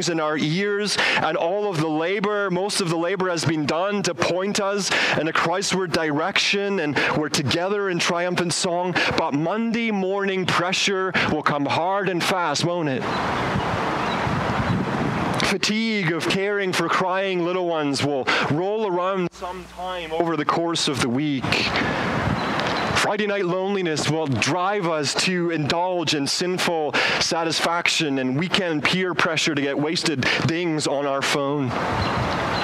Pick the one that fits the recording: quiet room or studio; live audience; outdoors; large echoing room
outdoors